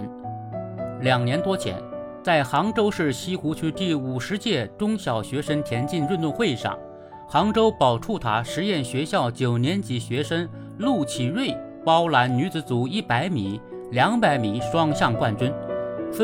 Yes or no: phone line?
no